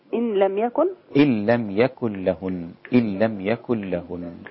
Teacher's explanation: ما فيش غنة يا جماعة، النون مع اللام ما فيش غنة